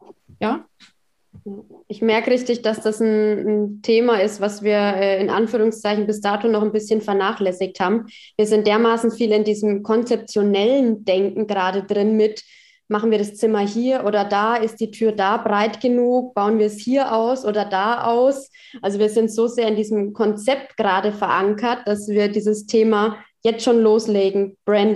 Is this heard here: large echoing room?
no